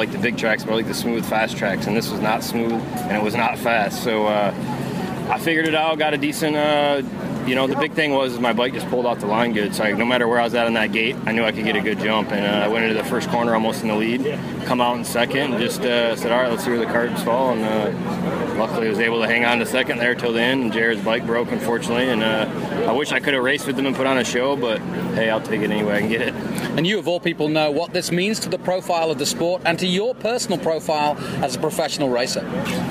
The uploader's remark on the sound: live from Circuit of The Americas